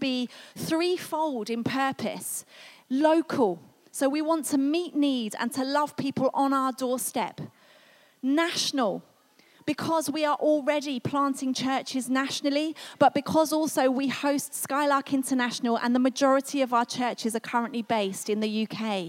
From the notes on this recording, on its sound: This was recorded at Skylark Church on 6th October 2019 at Vision Sunday.